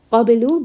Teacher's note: Min qablu, here this is going to be a heavy ikhfa, and then qaf is going to be heavy. Qablu, ba has qalqala, so give it a little bit of that bounce.